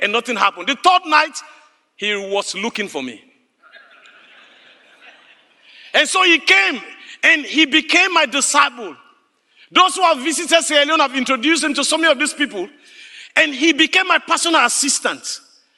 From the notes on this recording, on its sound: Speaking to a live audience. The video this clip was taken from originally aired inside Classroom 3 of the Discipleship.org Collective.